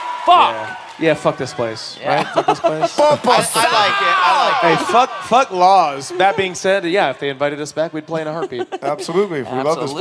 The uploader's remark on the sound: Live from San Diego!